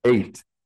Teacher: the number eight is a diphthong, that two vowels ei is pronounced as one, a long a